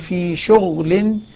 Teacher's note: لذلك لننتبه عند مهارة القراءة لما نقول نقرأ لغير الكوفيين وابن عامر نقول في شغل، ما نحرك الغين، لا تقلقل لا تضم، وإنما هي ساكنة مع الرخاوة والجهر، تأخذ صفتها.